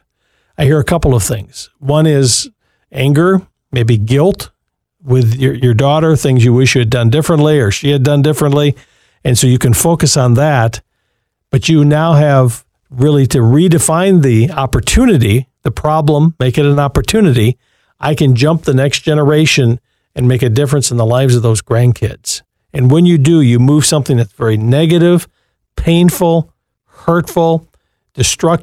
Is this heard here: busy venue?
no